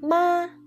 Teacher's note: First tone, it's a high level.